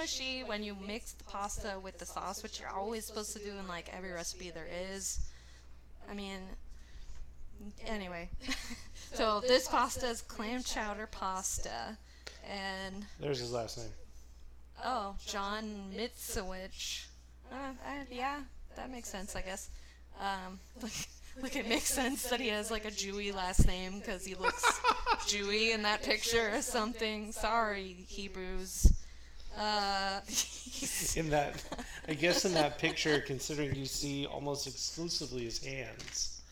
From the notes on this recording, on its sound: Also, I sound like I'm inside the disgusting tin can I complain about at length because my audio mixing is bad.